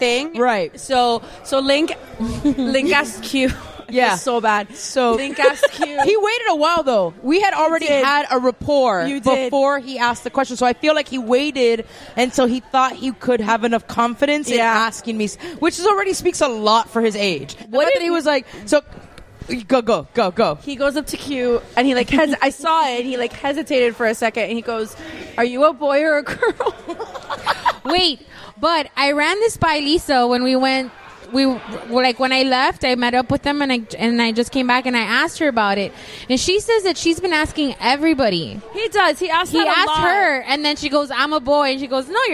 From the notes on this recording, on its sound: Record from Game Con, where we were celebrating International Table Top Games Day.